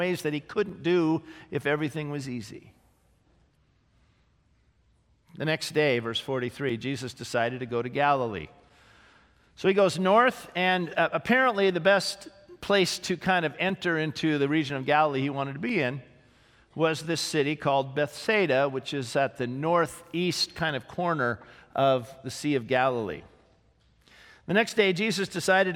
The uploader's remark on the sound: This sermon was originally preached on May 6, 2018, at Grace Baptist Church in Santa Clarita, CA